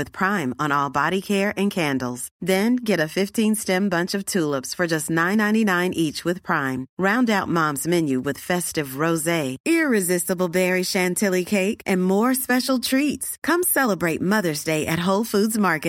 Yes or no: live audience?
no